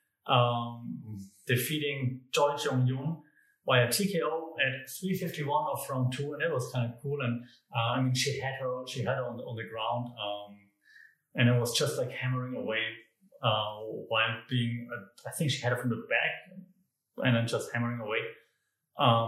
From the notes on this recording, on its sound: Comes to you from a new studio room with lots of echo sorry, recorded right after moving - will be better with furniture next time.